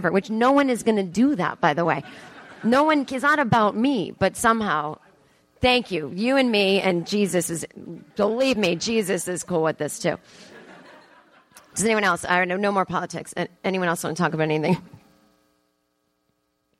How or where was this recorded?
live audience